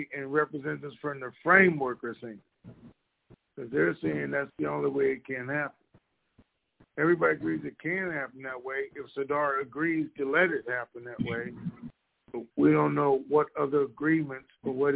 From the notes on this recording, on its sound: TNTSuperfantastic Conferencec Call